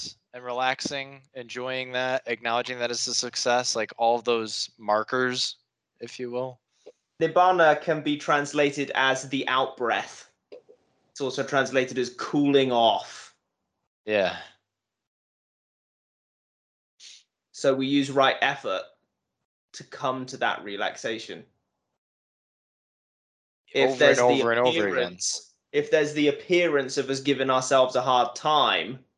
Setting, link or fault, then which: link, video call